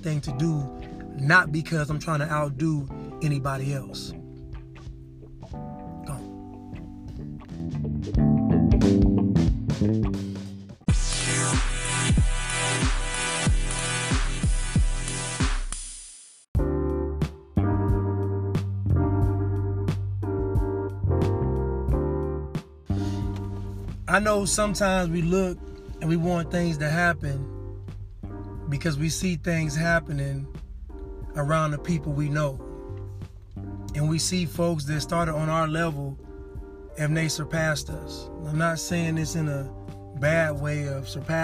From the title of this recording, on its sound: Casting from the car...again.